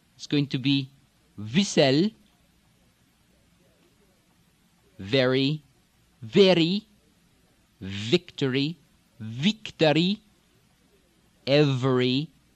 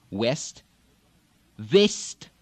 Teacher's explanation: V and W, V and W, are both going to sound more like a V, but it is going to be a V that is more between the lips. Instead of the lip coming up to the teeth, V, V, it's going to be more with the lips together, like V, V, V. · Term: V between the lips